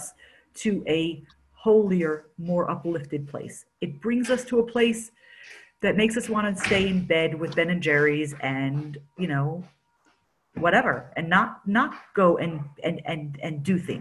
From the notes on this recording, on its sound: Zoom Class